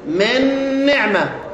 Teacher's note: نون ساكنة بعدها نون متحركة وادغمت فيها، ده إدغام كامل ذهاب الحرف والصفة معا